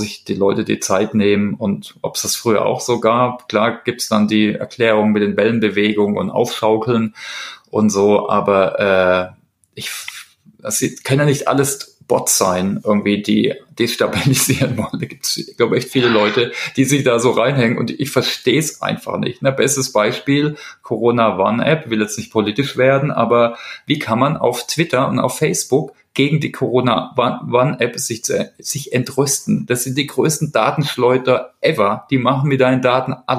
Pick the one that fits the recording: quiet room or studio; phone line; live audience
quiet room or studio